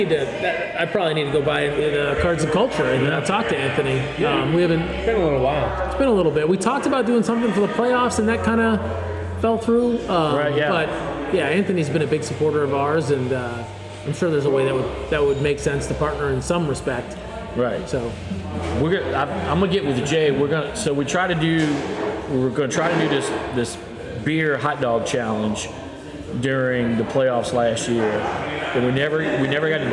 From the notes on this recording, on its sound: heads over to Rally Cap Brewing here in Baton Rouge